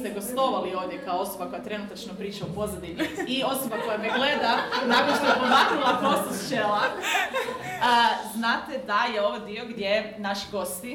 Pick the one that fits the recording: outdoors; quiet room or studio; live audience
live audience